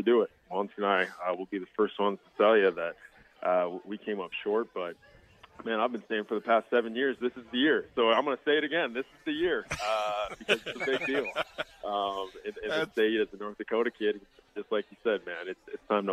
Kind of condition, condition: setting, busy venue